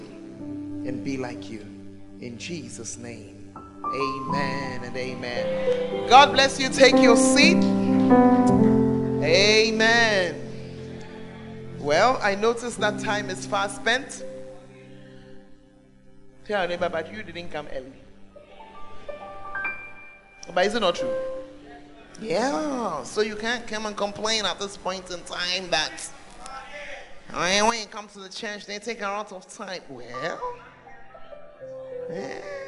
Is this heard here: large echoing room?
yes